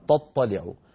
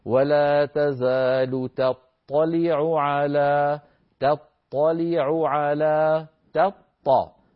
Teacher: ولا تزال تطلع، تطلع خطأ، لابد أن نبقي التاء مرققة فنقول: ولا تزال تطلع على، تطلع على تطا، نرقق التاء ونفخم الطاء · Shown in: second take · أيضا بعدها يوجد حرف العين مكررا متتاليا: تطلع على، عو ع فنبين العين الأولى من العين الثانية.